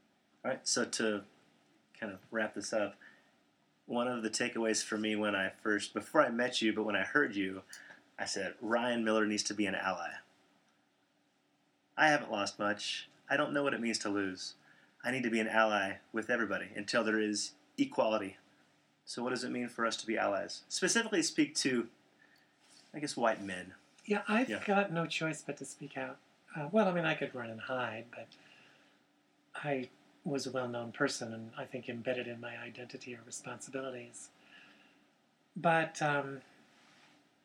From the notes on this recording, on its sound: We apologize for the softer sound quality on this episode.